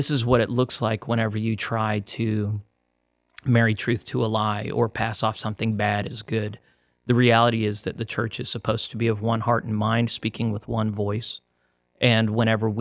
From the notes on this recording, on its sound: While my commentary (and the buzzy audio) might be lacking in this one